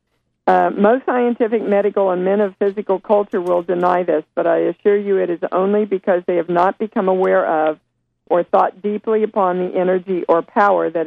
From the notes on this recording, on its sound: opening up the phone lines for you our listeners to call